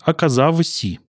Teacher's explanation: мы произносим «в» на месте «л»